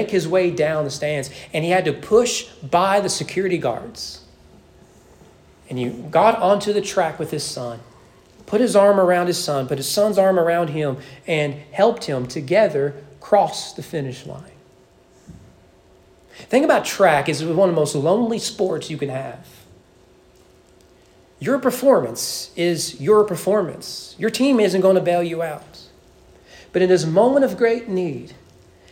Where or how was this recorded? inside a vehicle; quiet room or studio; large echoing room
large echoing room